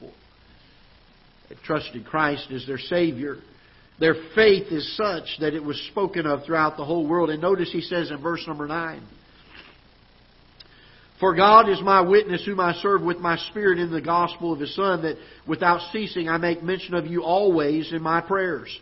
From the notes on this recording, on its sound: Ketha Heights Baptist Church ~ Live Broadcast.